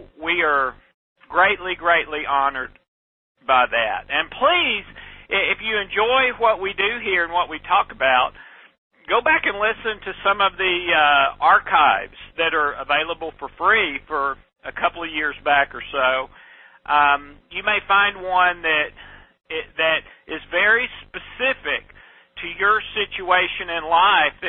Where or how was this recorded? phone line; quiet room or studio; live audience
phone line